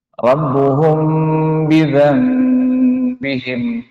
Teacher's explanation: Bidzambihimnya itu tidak direkatkan kuat dari kedua bibir, meskipun itu makhrajnya mim sekarang. Jadi langsung dirubah. · Term: ikhfa syafawi